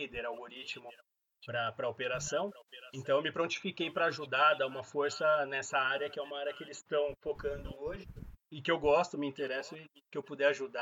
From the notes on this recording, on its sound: A qualidade do som esta horrivel mas nao queria deletar o episodio pela qualidade do conteudo.